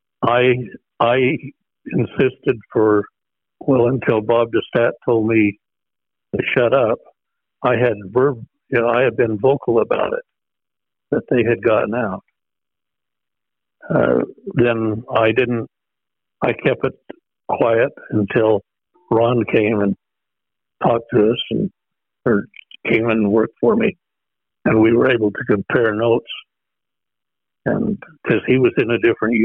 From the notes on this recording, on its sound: We feature a phone interview with the Operation's Officer from Joe's squadron.